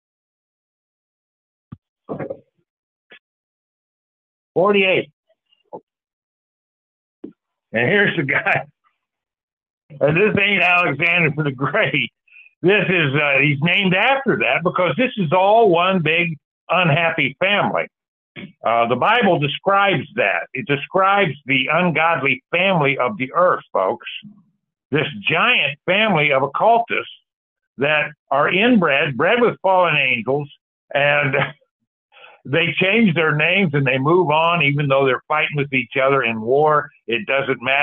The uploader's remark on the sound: Call In Bible Study